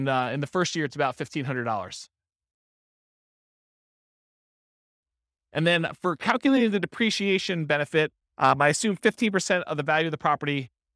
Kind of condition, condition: setting, live audience